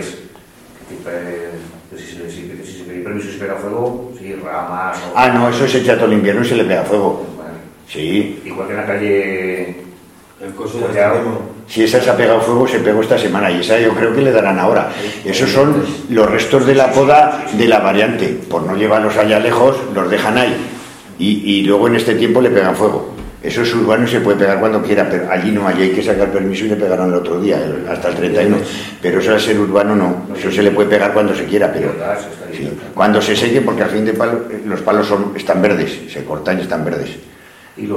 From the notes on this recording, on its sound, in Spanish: Audio correspondiente a la Sesión Ordinaria del Pleno del Ayuntamiento celebrada en el Salón de Actos del Ayuntamiento de Cella (Teruel).